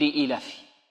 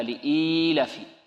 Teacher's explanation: لإيلاف قريش وهذا خطأ، بل لابد من مد الكسرة التي على الهمزة وإشباعها حتى يتولد منها ياء · Shown in: second take · هكذا لإيلاف. · Term: ياء مدية